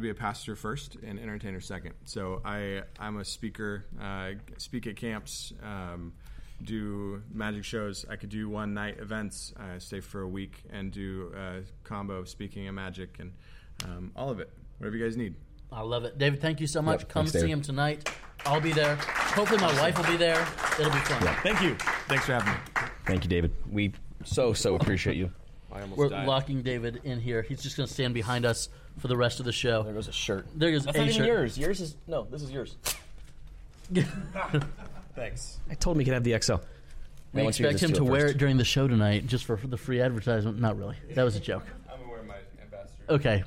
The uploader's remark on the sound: Live from #nywc19. We were live from room 9 at the beau-tiful Tampa Convention Center.